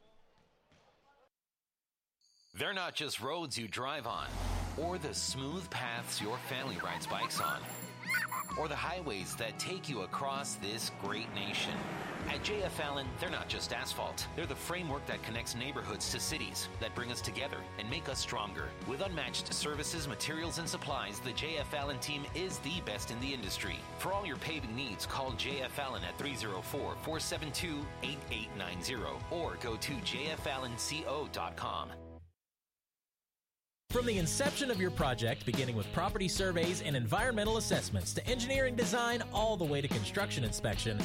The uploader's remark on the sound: BASKETBALL LIVE